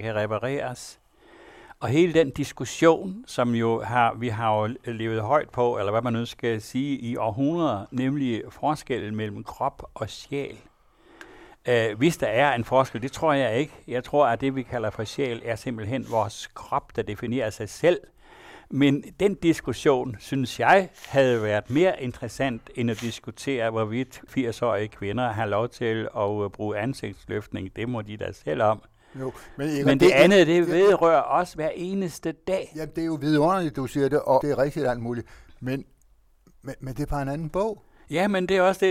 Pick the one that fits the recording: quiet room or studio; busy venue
quiet room or studio